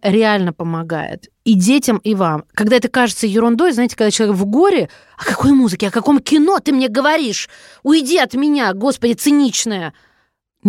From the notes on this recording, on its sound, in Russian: По телефону